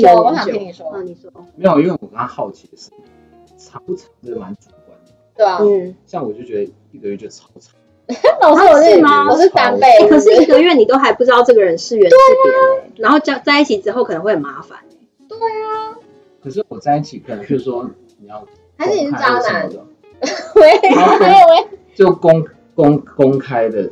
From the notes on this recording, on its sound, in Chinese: 本集內容因技術問題，音質不如預期